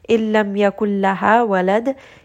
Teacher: because we are stopping, make sure that dal does have qalqala on this letter.